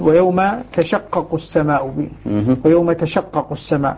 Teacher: تشققوا خف الشين مع قاف غالب غالب، يعني أبو عمرو الكوفيون يقرؤونها هنا بتخفيف الشين · سقطت التاء، فخففت الشين